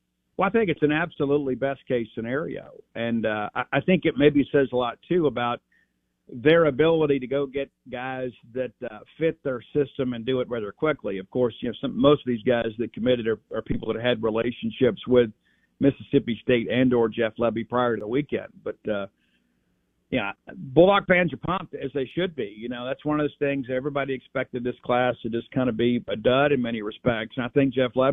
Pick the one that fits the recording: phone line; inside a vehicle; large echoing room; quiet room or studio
phone line